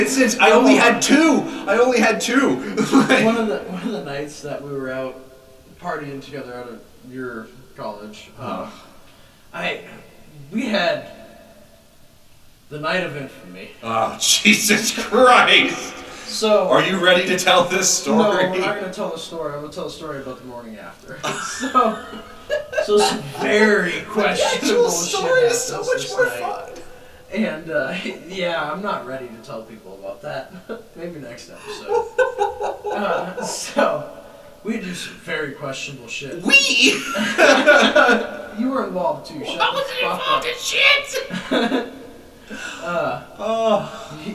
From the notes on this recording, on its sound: Completely f*ck their sound up.